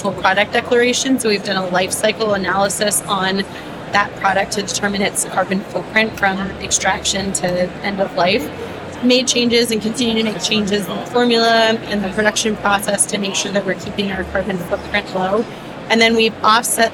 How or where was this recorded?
busy venue